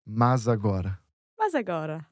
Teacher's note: we have the word mas joining with agora. So the sound there turns into a z